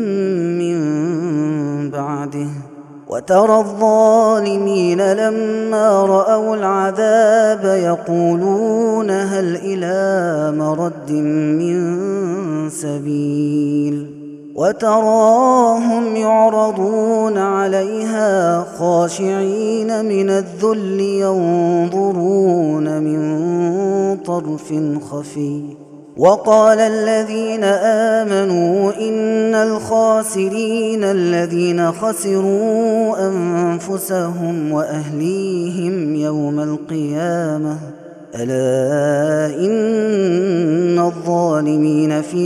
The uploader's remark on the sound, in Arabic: هذا التسجيل من صلاة التراويح